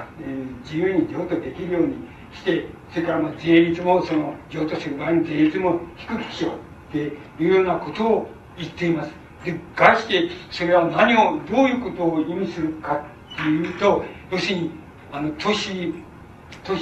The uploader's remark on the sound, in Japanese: 場所：長岡市・中越高等学校会議室。音源は主催者提供。客席から録音されたものだが、 比較的クリア。しかし、 講演の最後の部分で録音が終わる。